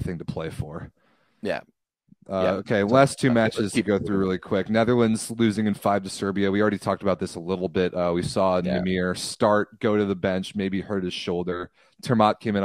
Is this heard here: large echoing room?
no